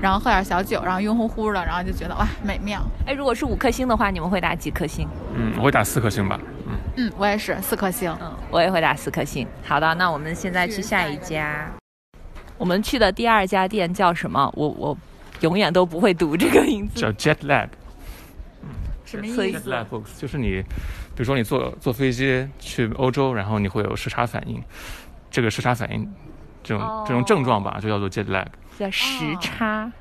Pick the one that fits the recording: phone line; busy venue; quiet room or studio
busy venue